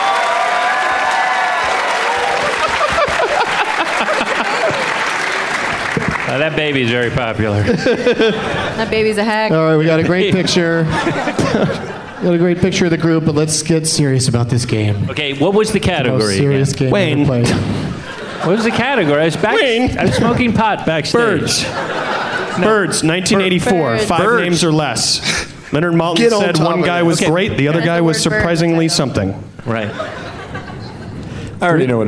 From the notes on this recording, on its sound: Podcasting live from Bumbershoot